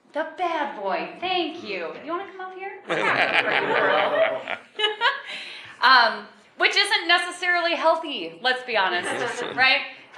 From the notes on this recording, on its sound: Live at Convergence 2023.